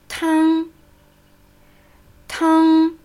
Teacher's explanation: Das ist natürlich die Rückenzunge ng.